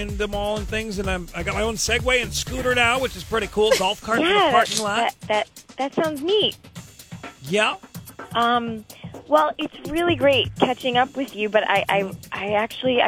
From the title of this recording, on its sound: Friday Phone Jacks Prank Call